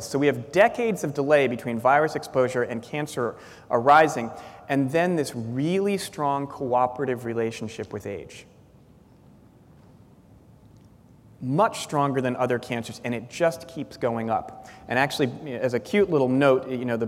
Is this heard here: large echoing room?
yes